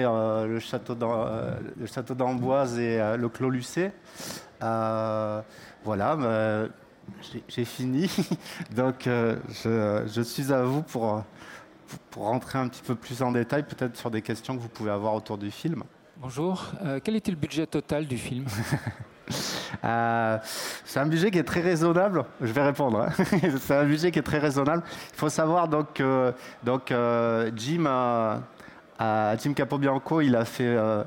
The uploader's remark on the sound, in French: Questions et réponses avec le public. Salon des Technologies de l’Image et du Son.